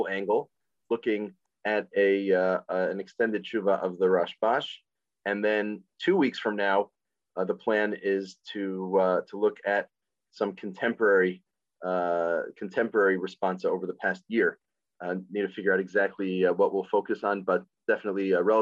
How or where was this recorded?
video call